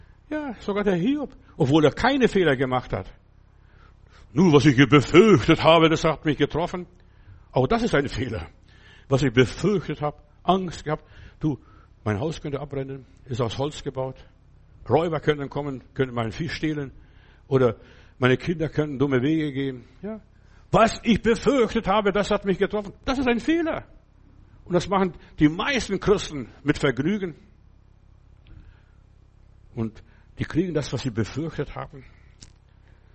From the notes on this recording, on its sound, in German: Im Gemeinde-Zentrum in Berlin aufgenommen.